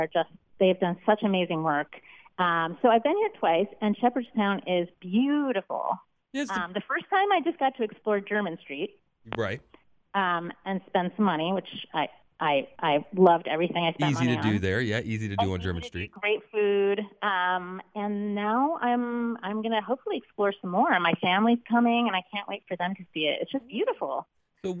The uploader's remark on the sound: joined on the phone